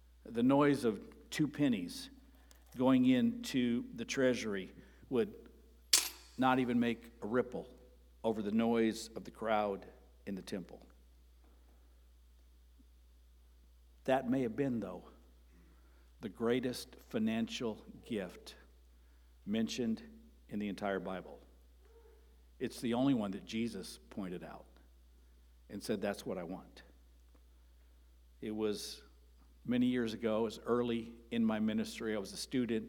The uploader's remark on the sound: Sermon preached on Sunday, May 7, at Avondale Baptist Church.